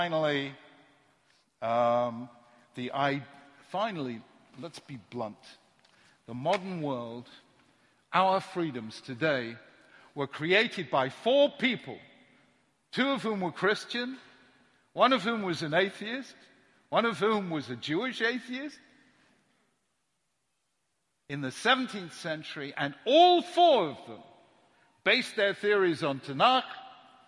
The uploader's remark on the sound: The following shiur was recorded at Yeshiva University on 26th March 2017